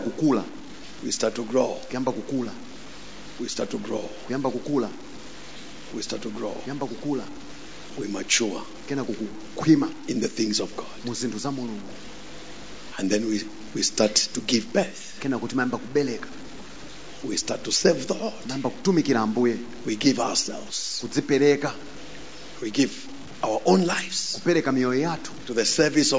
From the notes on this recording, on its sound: Preached at the Encounter Service at Word Alive Blantyre City Church on 08th January 2023